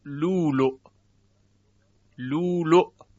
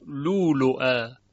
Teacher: همچنین بیان شد که در کلمه لؤلؤ هر جا که باشد در قرآن، چه معرفه چه نکره، یعنی چه لؤلؤ باشد چه اللؤلؤ با الف و لام، همزه اول رو ابدال می کند